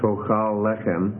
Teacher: retraction of the stress, in which the first stress of the first word is moved back to the next full vowel. So not a schwa, but to the next full vowel.